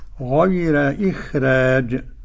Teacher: الراء في غير وإخراج مرققتان لورش